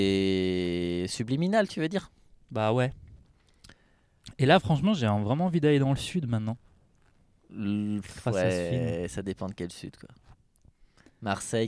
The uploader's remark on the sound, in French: L’autre jour on est allé au ciné voir les 45 premières minutes de Super Mario Bros et on a enregistré sur le parking dans la Clio.